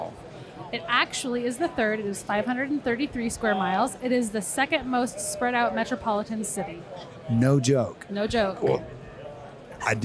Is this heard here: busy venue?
yes